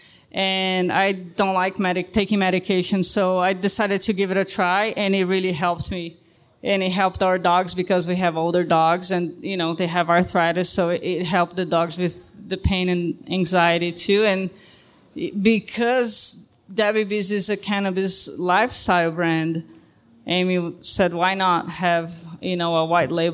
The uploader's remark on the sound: This episode was recorded live at WB's in Ogden, Utah.